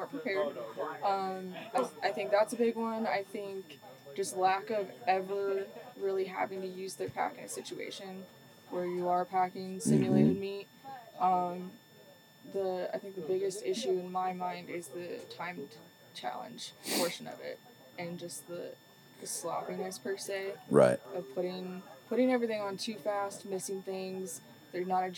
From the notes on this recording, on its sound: Live from the second annual Western Hunt Fest. After two days of elk-calling competition, seminars, 3D courses, and The PackOut challenge.